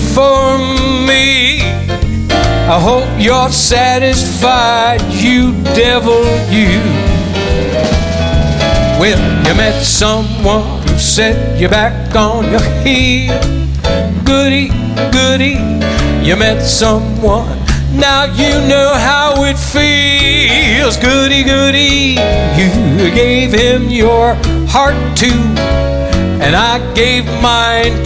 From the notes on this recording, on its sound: Live At the SouthPoint Casino